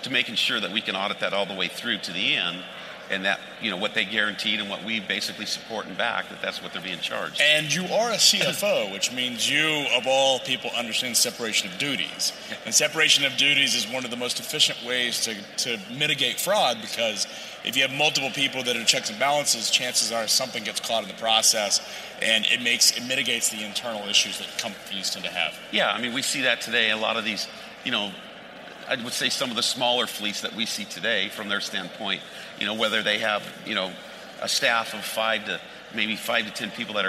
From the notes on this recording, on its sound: on the set of FreightWaves LIVE in Chicago